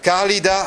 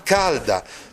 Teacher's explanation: eliminazioni di alcune vocali atone, da calida a calda